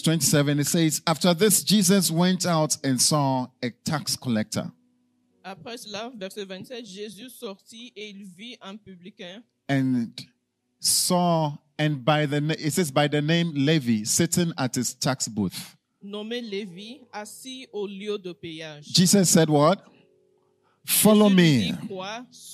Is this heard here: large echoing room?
yes